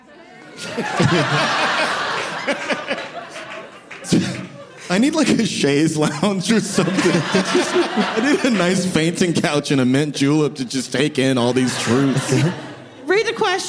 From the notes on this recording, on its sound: In this live episode of Adulting.